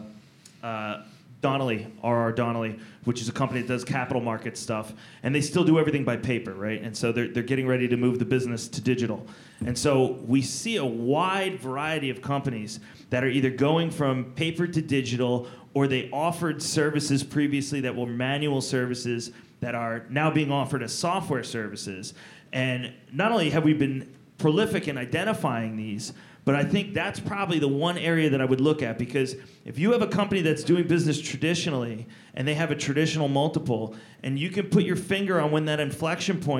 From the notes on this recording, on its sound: the first-ever live Planet MicroCap Podcast that I recently hosted at the Planet Microcap Showcase 2017 in Las Vegas